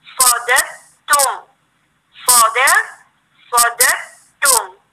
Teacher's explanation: الدال الأولانية مفتوحة الدال الثانية مدغمة في التاء